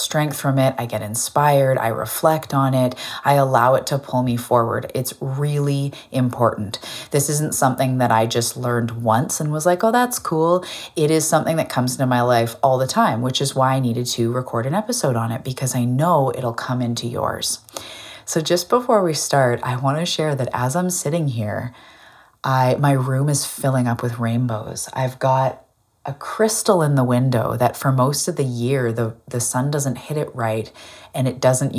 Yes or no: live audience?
no